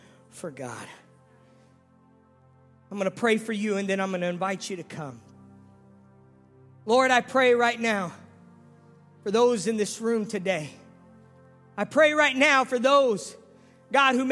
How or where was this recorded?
large echoing room